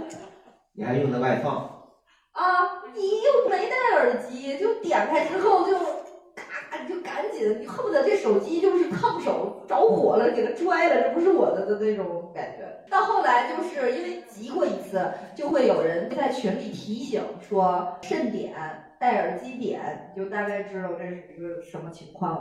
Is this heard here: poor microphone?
yes